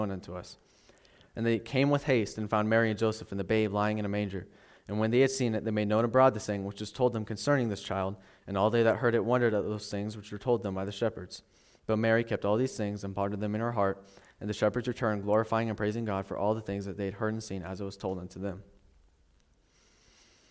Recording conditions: large echoing room